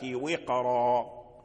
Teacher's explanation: والقاف من حروف الاستعلاء ساكن وجاء بعده راء مفتوحة فالراء مفخمة